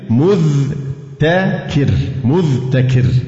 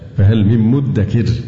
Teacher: وأصلها فهل من مذتكر، مذتكر، أبدلت التاء دالا مهملة لتواخي الذال في الجهر، وكذا المعجمة وأدغمت فيها · Shown in: second take